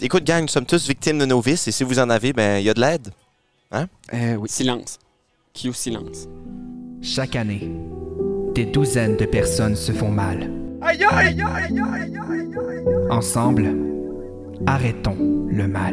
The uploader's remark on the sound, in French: Enregistré sur la terrasse du Pays de la Sagouine à Bouctouche.